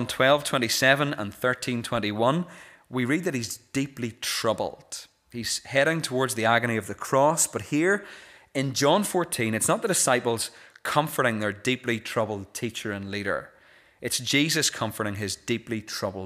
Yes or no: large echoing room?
yes